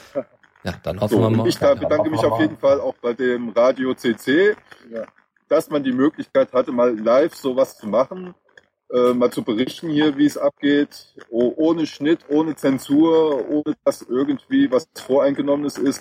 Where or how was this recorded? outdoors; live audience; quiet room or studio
outdoors